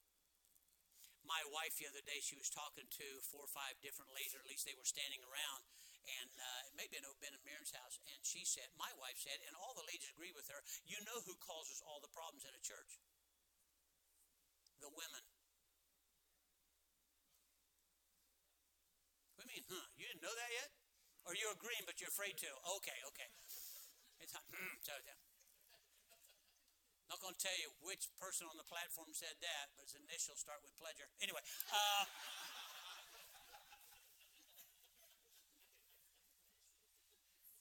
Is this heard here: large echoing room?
yes